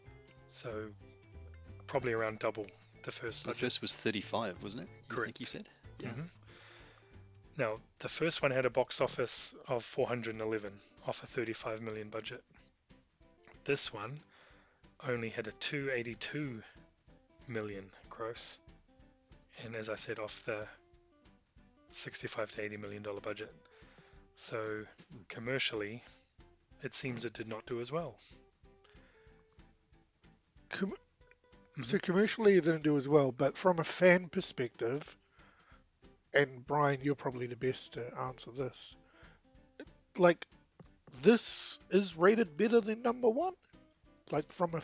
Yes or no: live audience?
no